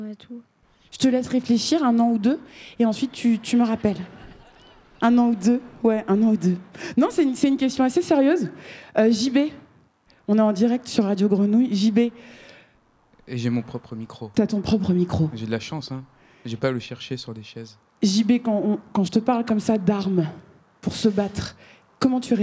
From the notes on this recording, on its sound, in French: Performance enregistrée le vendredi 1er juillet 2022 à la Cité des Arts de la rue dans le cadre d'Un été aux Aygalades et diffusée en direct sur Radio Grenouille.